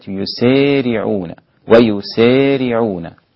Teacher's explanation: الدوري عن الكسائي ويسارعون هكذا بإمالة